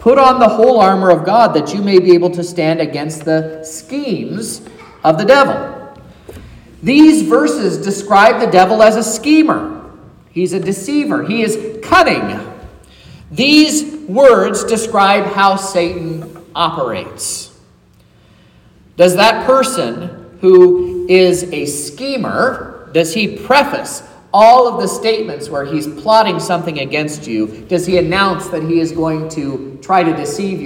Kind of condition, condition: setting, large echoing room